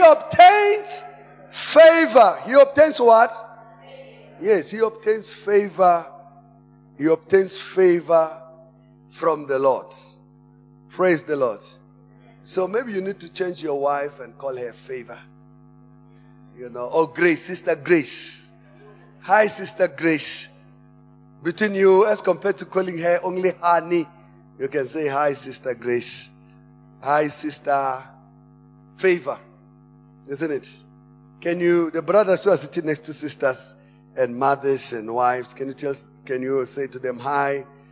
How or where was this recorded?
large echoing room